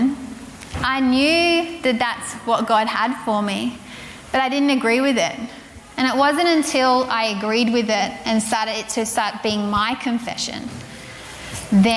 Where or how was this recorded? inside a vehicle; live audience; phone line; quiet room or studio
live audience